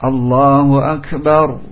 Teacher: Tahan segera. Setelah digetarkan, ditahan. Sampai 2 atau 3 getaran saja. Maka dari itu seorang pembaca dituntut untuk menahan ketika mengucapkan huruf ini sehingga tidak lebih dari 1 getaran.